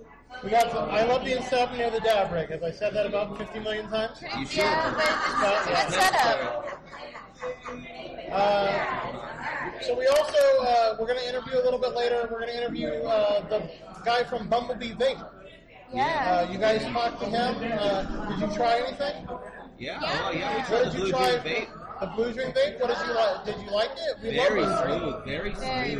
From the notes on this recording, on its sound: we were able to record an entire episode inside a dispensary